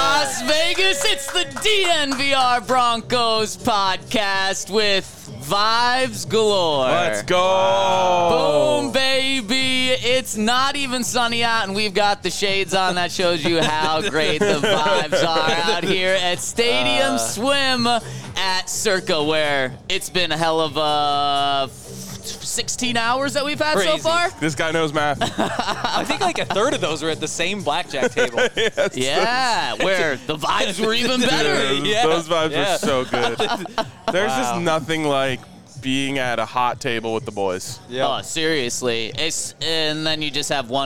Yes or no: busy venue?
yes